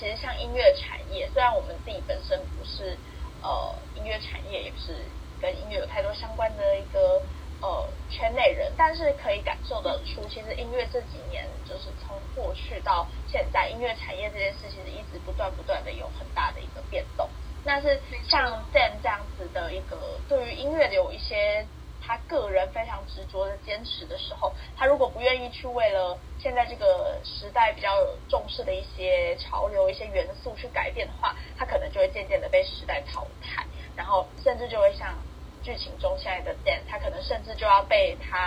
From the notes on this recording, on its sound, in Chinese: 本集因收音問題，有點雜訊